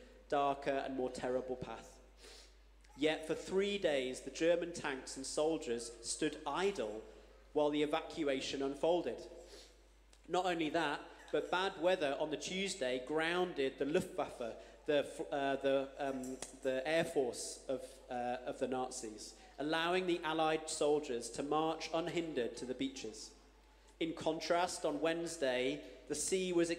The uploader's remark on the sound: Streamed live at St Paul's Shadwell on Sunday, 14 January 2024